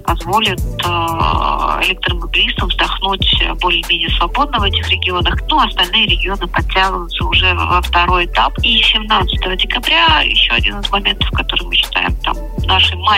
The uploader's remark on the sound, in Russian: Мини-интервью по телефону